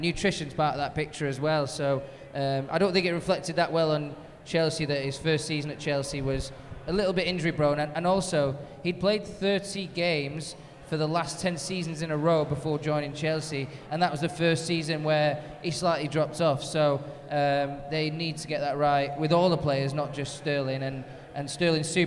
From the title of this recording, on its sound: LIVE from Philly